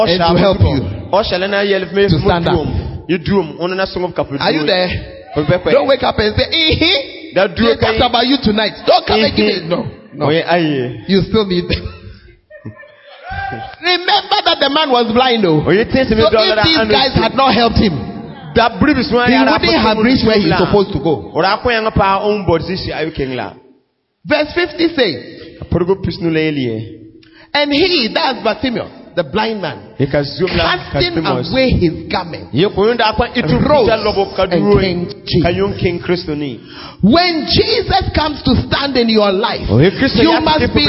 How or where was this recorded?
large echoing room